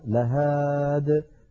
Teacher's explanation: حذفت الياء من آخرها على نية الوصل فنقف عليها لهاد